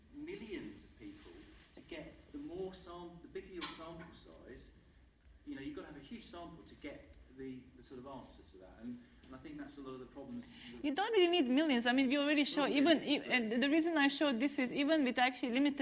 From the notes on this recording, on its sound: This panel discussion was part of the Cambridge Festival of Ideas